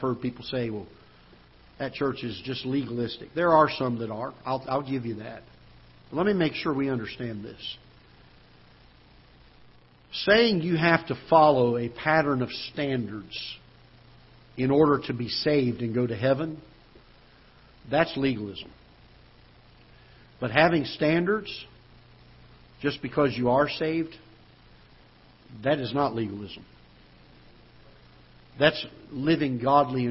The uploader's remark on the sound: Ketha Heights Baptist Church ~ Live Broadcast